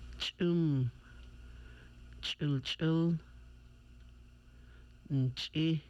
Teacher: Is made by the tongue against gum ridge and roof of the mouth, with the throat made tense and vocal cords closed. Sounds like the CH with a catch in the throat. · Term: hard CH sound